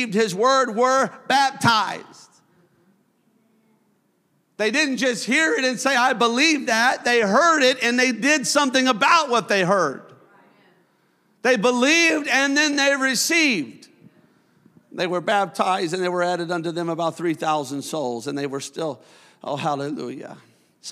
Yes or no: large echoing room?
yes